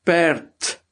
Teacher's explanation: as jy perd self sê, dan is dit 'n t waarmee jy hom uitspreek, maar ons spel hom nie met 'n t nie.